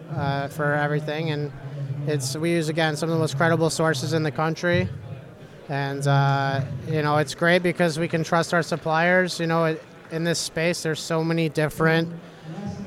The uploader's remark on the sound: Live from the show floor of Concentration 2019 in Pala California.